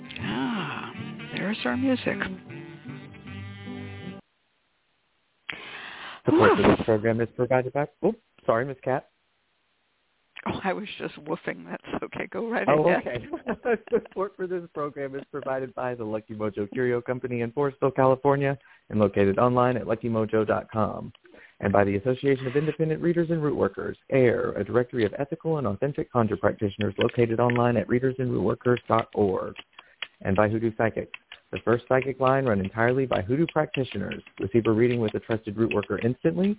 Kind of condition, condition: link, phone line